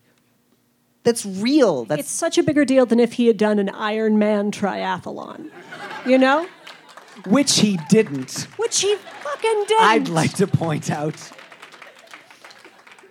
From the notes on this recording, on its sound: This week finds Dear Prudence live on stage at The Soiled Dove Underground in Denver Colorado. Questions from the live audience.